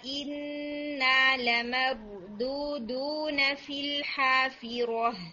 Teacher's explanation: ہے لمردودون اس میں نا سیکنڈ دال آپ کا پرفیکٹ تھا فرسٹ والے دال میں تھوڑی دھو آواز آ گئی تھی یعنی ایئر والی ساؤنڈ آ گئی تھی تو یہ نہیں ہونی چاہیے